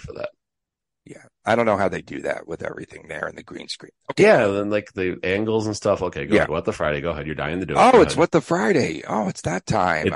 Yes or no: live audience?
no